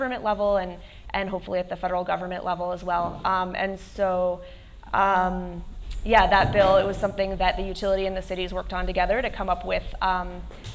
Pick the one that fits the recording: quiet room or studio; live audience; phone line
live audience